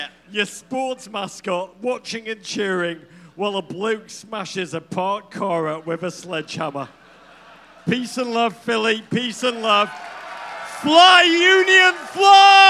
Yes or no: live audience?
yes